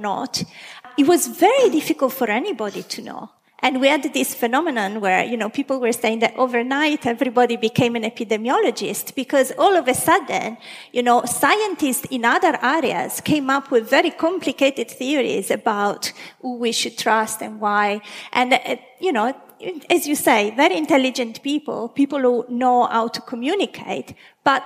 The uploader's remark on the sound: In this discussion recorded live at St Georges, Bristol.